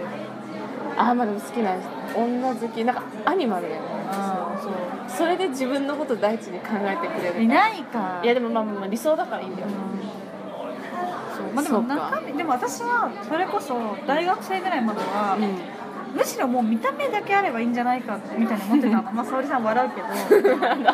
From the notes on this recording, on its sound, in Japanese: スタバで話してたから雑音が…